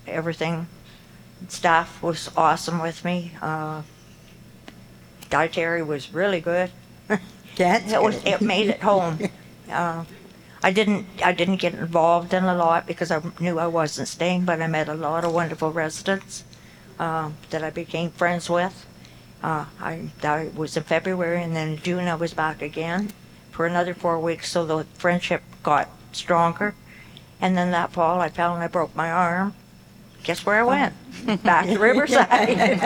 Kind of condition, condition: setting, busy venue